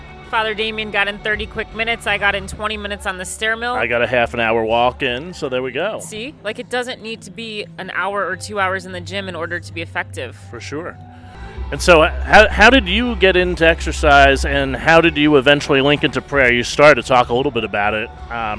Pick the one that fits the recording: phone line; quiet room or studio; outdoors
outdoors